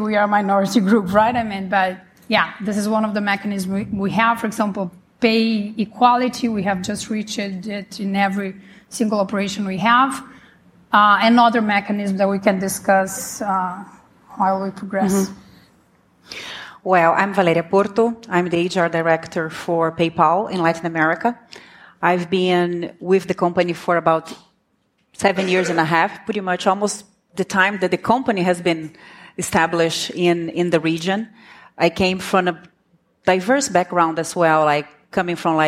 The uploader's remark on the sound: fresh off the SaaStock LatAm stage, we bring you one of the favourite panels of the day